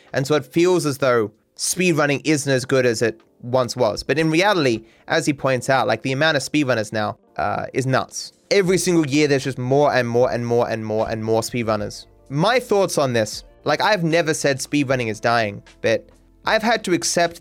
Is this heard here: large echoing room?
no